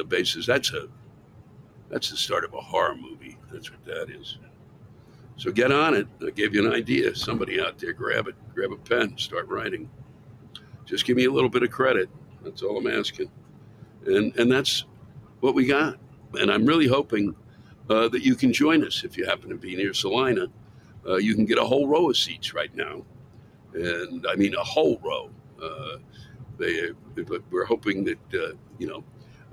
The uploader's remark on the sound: Recorded live somewhere on an interstate near the Colorado/Kansas border